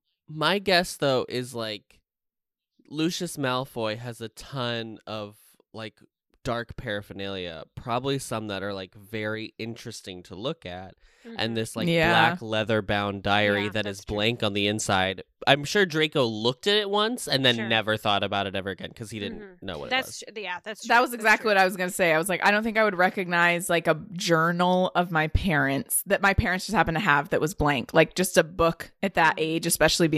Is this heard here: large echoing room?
no